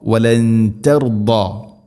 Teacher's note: വലൻ ദാദിൻ്റെ ഉച്ചാരണം, അത് ഇസ്തിഅല എൻ്റെ അക്ഷരമാണ്, സ്വരഭാരത്തിൽ ഉച്ചരിക്കണം. ദാദ് ഉച്ചരിക്കുന്ന സമയത്ത് നാവിൻ്റെ ഏതെങ്കിലും ഒരു സൈഡ് അണപ്പല്ലുകളോട് ചേർന്ന് നിൽക്കണം, അതിൻ്റെ അരു നീളത്തിൽ തട്ടിക്കൊണ്ടായിരിക്കണം ആ ഒരു ശബ്ദം വരേണ്ടത്.